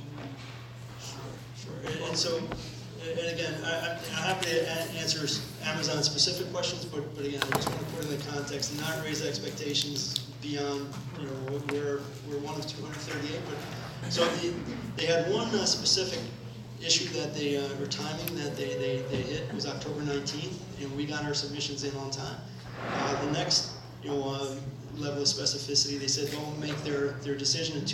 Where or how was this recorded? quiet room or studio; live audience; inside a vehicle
live audience